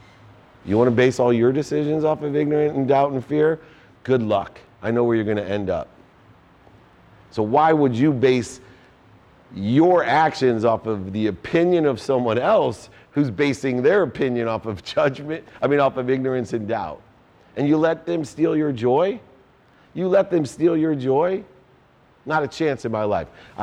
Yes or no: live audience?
yes